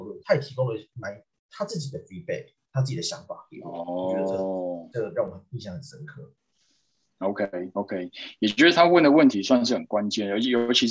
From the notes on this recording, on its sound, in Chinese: 這集內容是用線上會議平台錄製，完全沒有剪接。